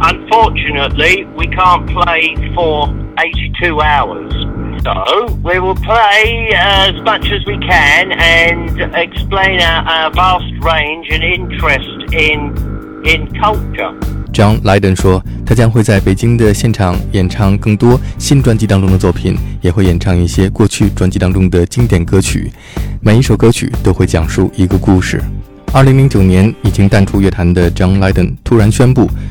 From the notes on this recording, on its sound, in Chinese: 2013年电话采访